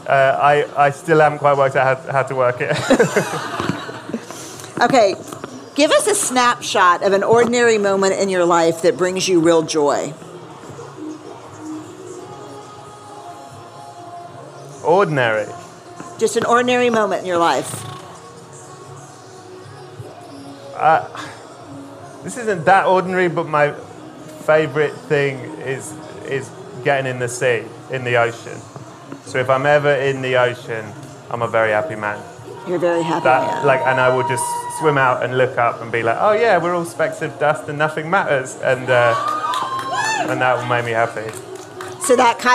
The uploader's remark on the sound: Live at ACL Fest. It’s our first LIVE Unlocking Us , recorded at ACL Fest in Austin, Texas.